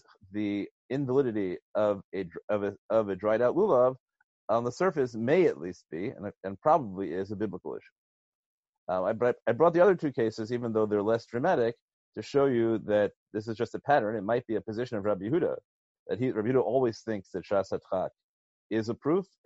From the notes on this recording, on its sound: given recently as a ZOOM video conference